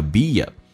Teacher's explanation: He's always at the office.他一直都待到办公室里面，他是工作的奴隶，所以我们要记住 slave.那么 be a slaveto，看一下所有的一些发音细节。第一个 don't 这个单词 T 不发音就要略音，同时这个 M 不要提前发，很多人发的动就是因为没有饱满起来，先把 O 发出来，再慢慢的带入 N，叫 down，不要刻意的先把 N 发出来。 Don't be a B 跟 A 之间会有连音，这是元音跟元音之间的连音